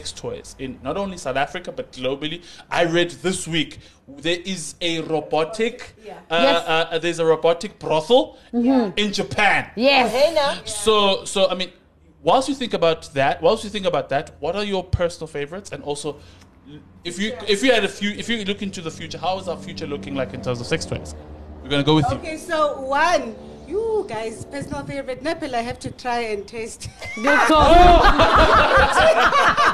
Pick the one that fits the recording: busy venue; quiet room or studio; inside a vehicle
busy venue